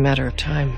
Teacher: vinculando con la R suave, just a matter, R suave, just a matter of time.